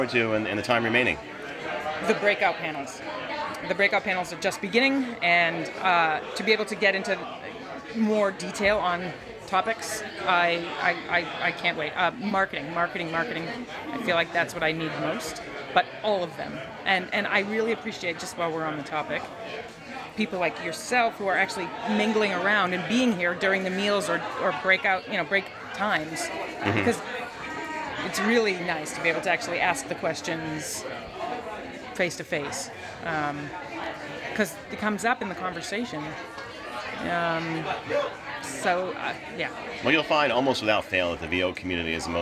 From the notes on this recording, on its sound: Live from VOcation NYC 2019, a conference devoted totally to the BUSINESS of voice over. We'll be presenting interviews and live sound directly from the show floor.